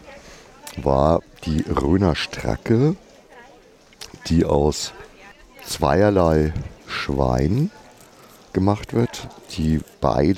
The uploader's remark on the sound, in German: Live vom Rhöner Wurstmarkt